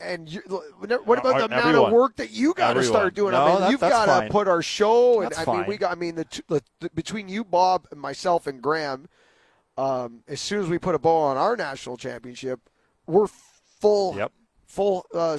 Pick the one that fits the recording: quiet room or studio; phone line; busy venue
busy venue